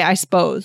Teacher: We kind of drop that sup, that one syllable there